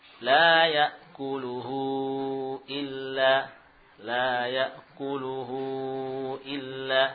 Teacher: Panjangnya seperti mad jaiz munfasil. Empat atau lima harokat. · Term: mad silah kubra